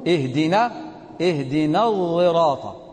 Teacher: حرف مشم، حرف متكلف بين حرفين، بين حرف الصاد وحرف الزاي